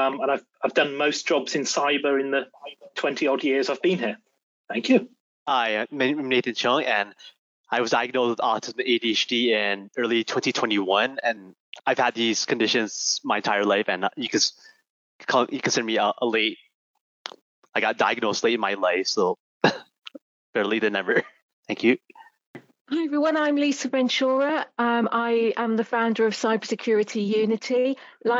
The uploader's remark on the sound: CREST recently hosted a webinar about neurodiversity in the technical security workplace.